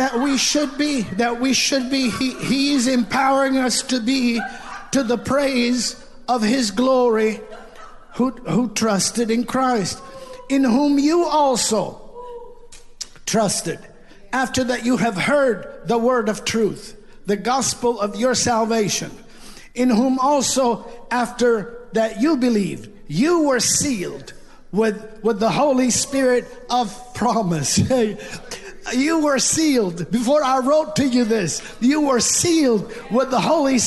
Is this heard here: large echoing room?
yes